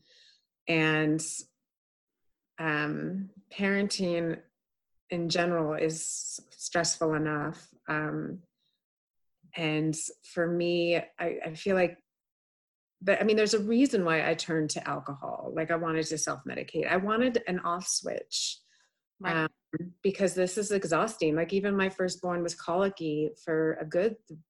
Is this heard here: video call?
yes